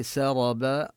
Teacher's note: نفخم الراء ونقف بالألف